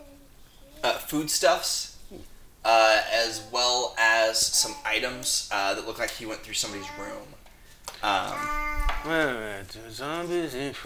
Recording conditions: sounds in the background